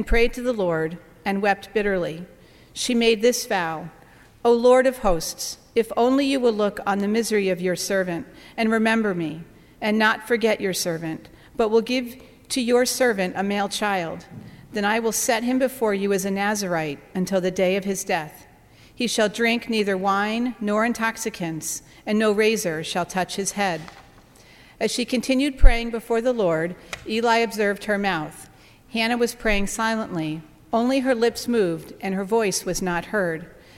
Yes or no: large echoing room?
yes